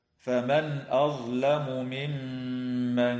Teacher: وتغن الميم المشددة في كلمة ممن